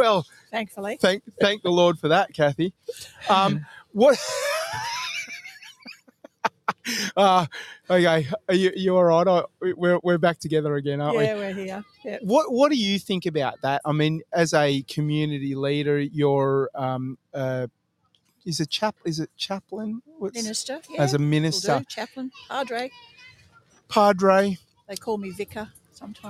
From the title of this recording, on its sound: Live from Memorial Park in Bunbury WA